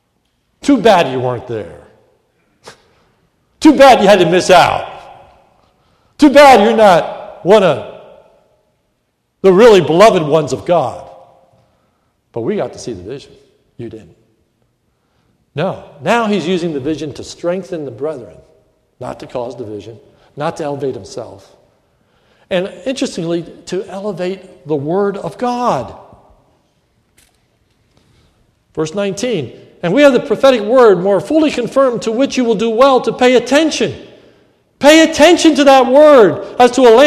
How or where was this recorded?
large echoing room